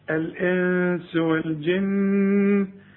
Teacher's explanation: النون اللي بعدها السين، السين من حروف الإخفاء بقى، عايزين غنى